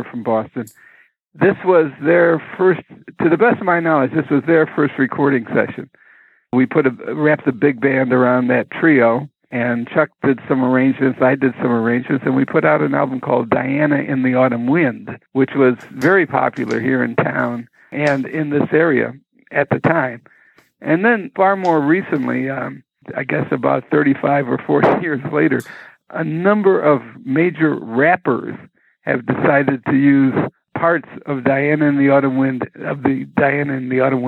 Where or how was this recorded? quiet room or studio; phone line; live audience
phone line